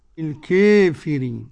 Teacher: وقرأ أبو عمرو البصري ودور الكسائي ورويس بالإمالة الكبرى